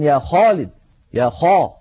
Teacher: فلا بد من تفخيم صوت الخاء عند النطق بها